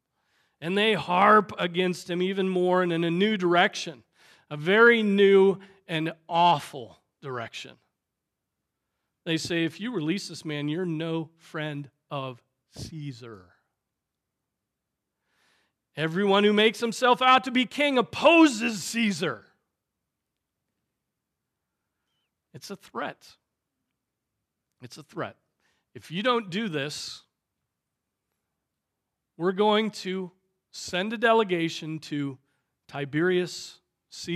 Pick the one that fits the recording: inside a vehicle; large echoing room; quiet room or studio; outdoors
large echoing room